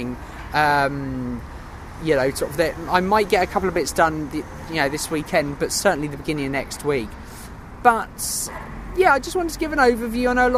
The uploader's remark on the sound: I’m on location, in my hammock.